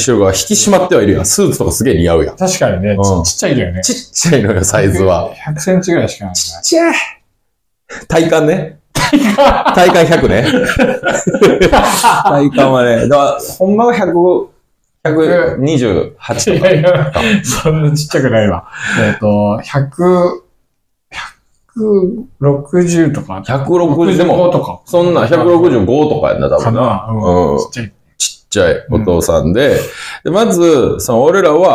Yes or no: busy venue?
no